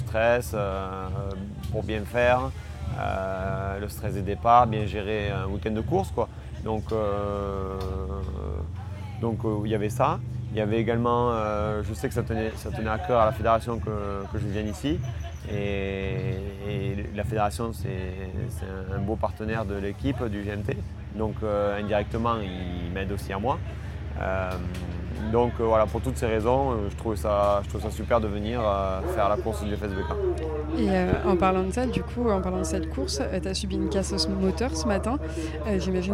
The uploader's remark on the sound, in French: enregistré au circuit Carole lors de l'étape du FSBK qui s'est déroulée sur le Circuit Carole en août dernier